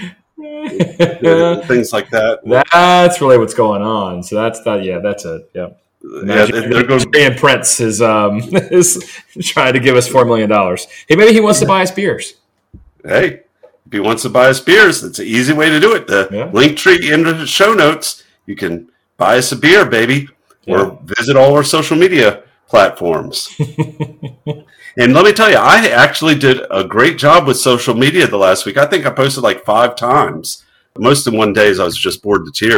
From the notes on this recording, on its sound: Sorry about the audio quality in this episode